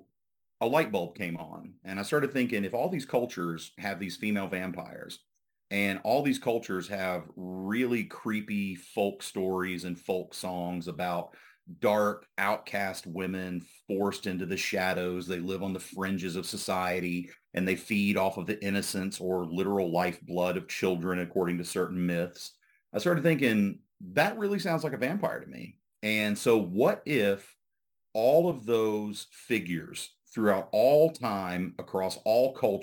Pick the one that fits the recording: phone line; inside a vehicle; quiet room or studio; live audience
quiet room or studio